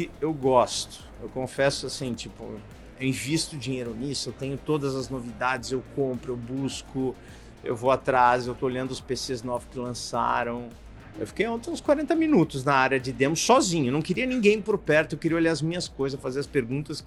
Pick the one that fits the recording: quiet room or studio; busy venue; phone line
busy venue